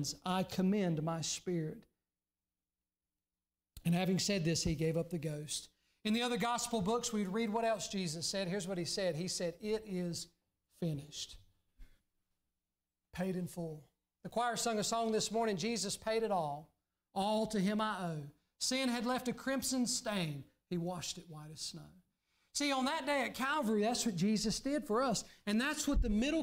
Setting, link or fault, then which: setting, large echoing room